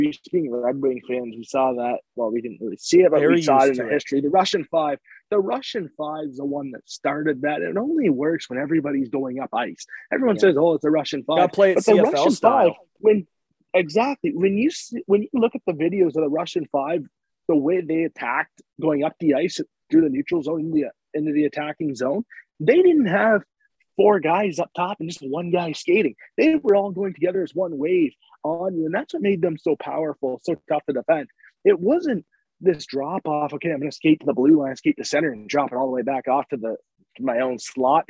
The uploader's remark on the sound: His internet go head to head as he tries to stay connected on zoom.